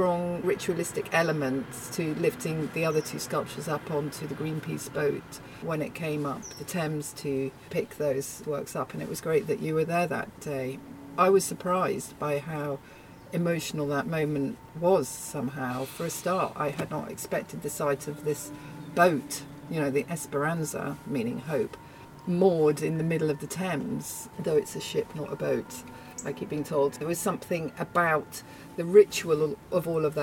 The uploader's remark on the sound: Recorded recently, outside at the Bethnal Green Nature Reserve Trust, overlooking the Phytology Medicine Garden.